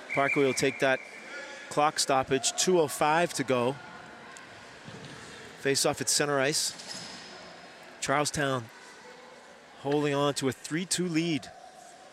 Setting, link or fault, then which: setting, busy venue